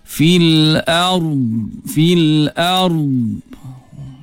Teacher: Tepi lidah itu disentuh dan ditekan kepada tepi gigi geraham atas. Jadi tepi lidah bertemu tepi gigi atas. · Term: dad